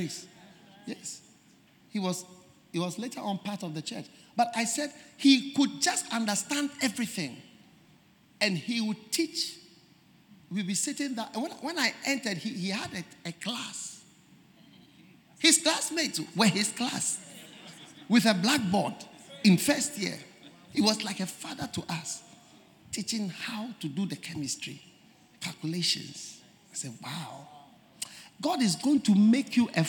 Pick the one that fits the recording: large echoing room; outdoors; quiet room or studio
large echoing room